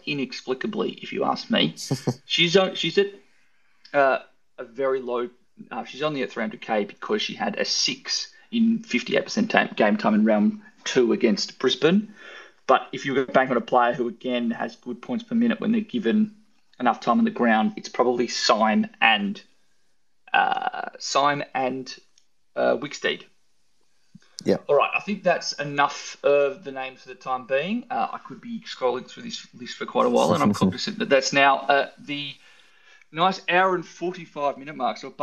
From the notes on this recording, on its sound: Live Twitter Spaces recording